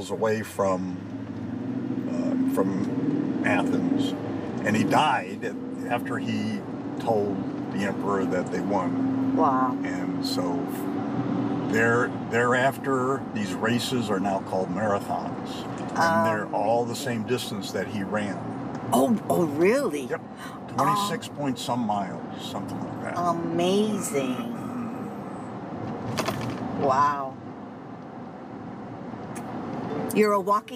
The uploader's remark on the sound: The conversation took place in the car as we were leaving a gas station called Marathon.